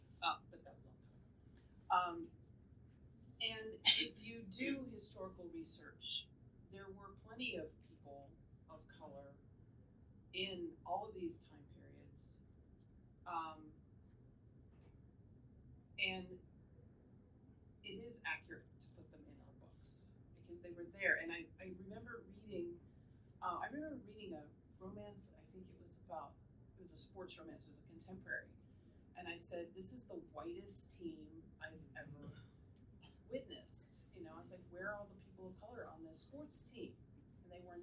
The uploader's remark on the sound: Live from the 2022 Historical Romance Retreat in San Diego. This episode was filmed and recorded from an iPhone and is presented unedited (but mastered).